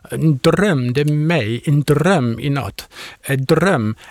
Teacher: Men hvis jeg skulle være snob, så vil jeg jo sige, at det svenske R, med, som jeg tror er et R, som ligger helt fremme i spidsen af munden, en drøm, det er mig, en drøm i nat, en drøm. · Term: tungespids R